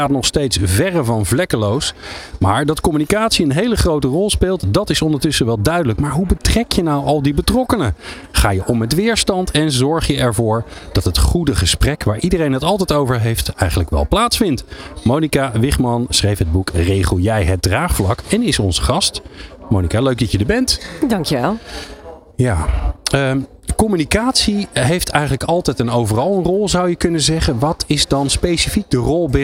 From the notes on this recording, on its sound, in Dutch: Live vanaf C-day23 in Spant! New Business Radio deed live-verslag vanaf C-day23 in Spant!.